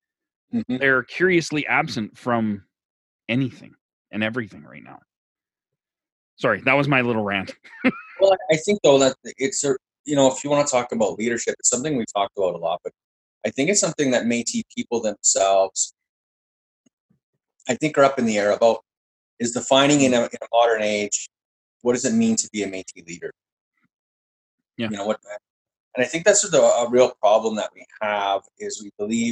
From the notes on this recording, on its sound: In our first ever zoom podcast.